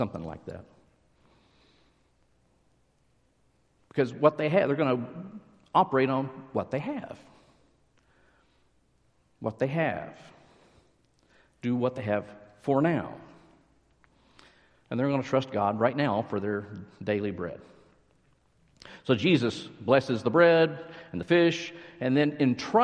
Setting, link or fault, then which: setting, large echoing room